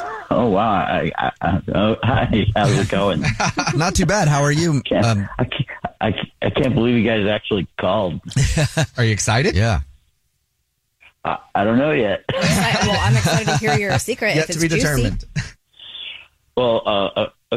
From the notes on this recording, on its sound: We have a listener on the phone who wants to tell us a Dirty Little Secret.